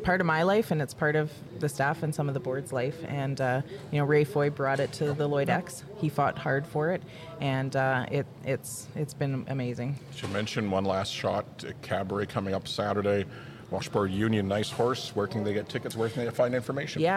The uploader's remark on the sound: CPCA Finals live at Lloyd Ex